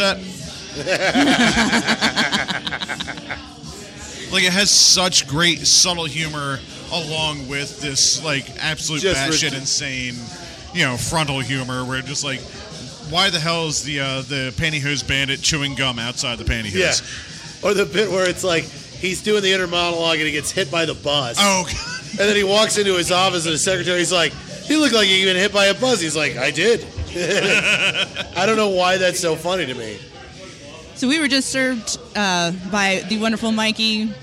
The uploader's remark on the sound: Live at the Ice House